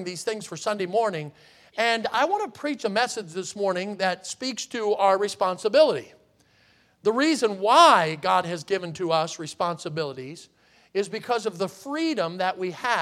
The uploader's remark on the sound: in the Sunday Morning Service on October 29, 2023, at Victory Baptist Church in Boonsboro, Maryland.